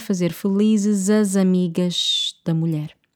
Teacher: Only the S at the end of amigas is going to remain the same because then the following word starts with a consonant, a D, okay? So, que servem para fazer felizes as amigas da mulher.